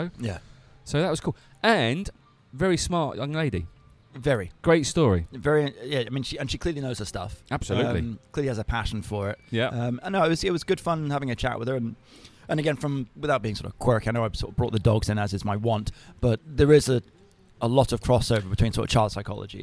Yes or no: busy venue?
yes